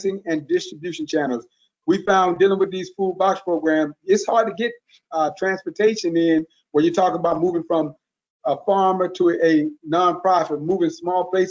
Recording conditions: video call